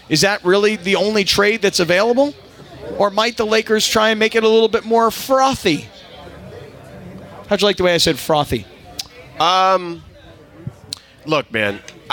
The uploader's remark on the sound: We are live from Bastard’s Canteen in Downey for the 247th Marine Corps Birthday & Veterans Day Bash!